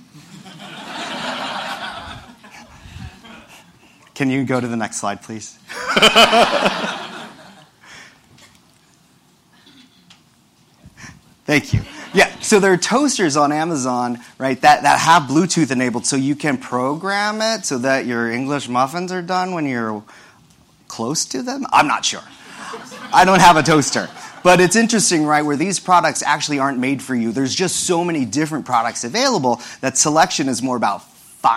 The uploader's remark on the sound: This discussion took place during #ProductCon NYC 2018, the biggest product management conference in the world!